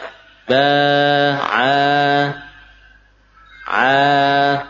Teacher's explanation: Sama dengan alif yang sebelumnya huruf lain. Ba, a, a, jadi murni betul-betul hanya lewat ya, mulut saja, tidak melewati hidung atau yang lain. A, atau masih sedikit tersimpan atau tertahan di tenggorokan.